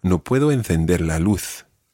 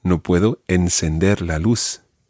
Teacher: So if I say encender, you know that the th sound has to be a s sound in Latin American Spanish · Shown in: second take